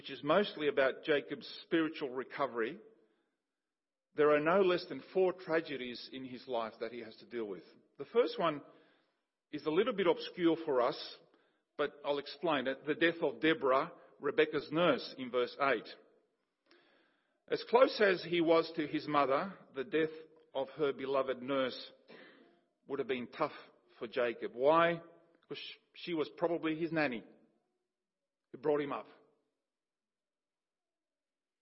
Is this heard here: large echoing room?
yes